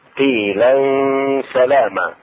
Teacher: الشاهد هنا قيلا سلاما إخفاء التنوين التنوين فتحتين مع الغنة في السين